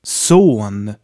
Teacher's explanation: This one can be long or short. We have a long closed O here.